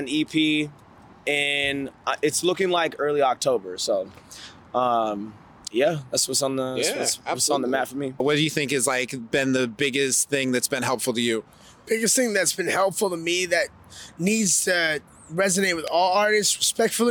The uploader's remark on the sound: Star Awards Live Coverage. Portland Hip Hop Week. We did live interviews with local artists. The 2022 "STAR AWARDS" presented by Leadertainment featured collaborations with Mic Check and PDX Rated Ill Records .